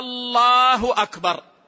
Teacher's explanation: مد همزة لفظ الجلالة الله أكبر، هذا لحن يغير المعنى لأنه يقلب المعنى من خبر إلى استفهام